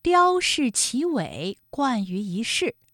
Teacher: 一世的一它也是一声，不过呢，它在这里做变调处理，读二声了